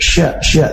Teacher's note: Makhraj syin adalah dari tengah lidah yang bertemu dengan langit-langit atas. Nah, salah satu sifat khasnya adalah tafasyi, yaitu tersebar udara ketika mengucapkan huruf shin